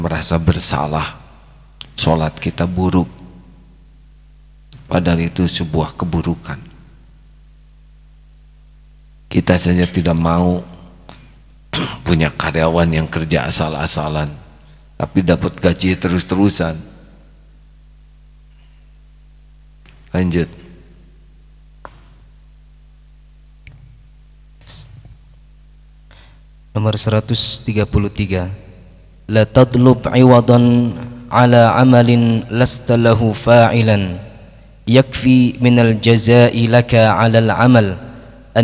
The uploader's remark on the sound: Live Masjid Daarut Tauhiid Bandung